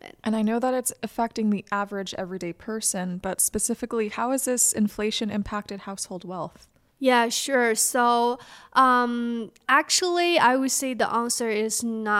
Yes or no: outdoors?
no